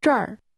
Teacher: Say here with a high falling tone.